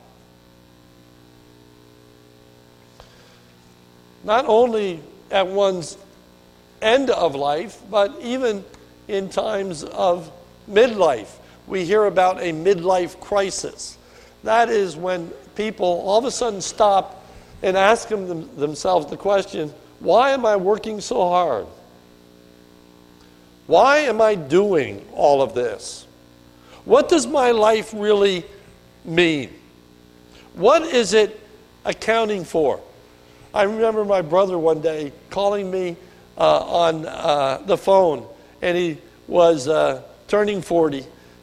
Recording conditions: large echoing room